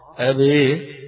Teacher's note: وهنا بالإمالة يسمونها الإضجاع إمالة خالص